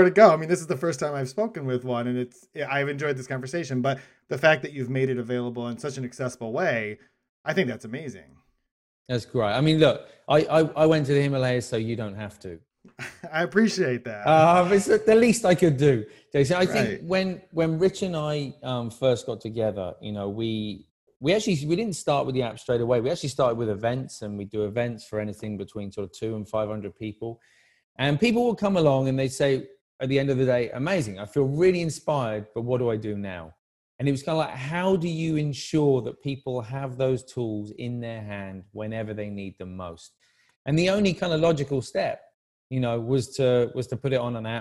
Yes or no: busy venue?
no